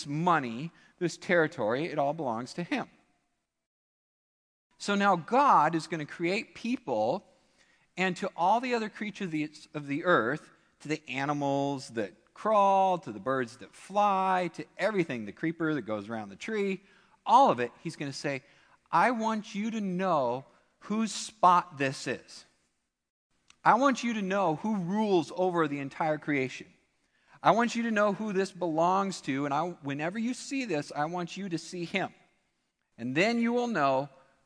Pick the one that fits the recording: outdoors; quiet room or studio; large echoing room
large echoing room